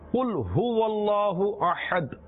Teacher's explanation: اور یہ کل کے ساتھ نہیں پڑھیں گے، چھوٹے باریک قاف کے ساتھ نہیں پڑھیں گے، ورنہ معنی بدل جائیں گے.